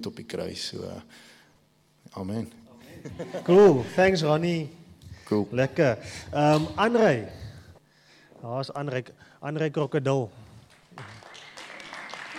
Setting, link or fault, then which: setting, large echoing room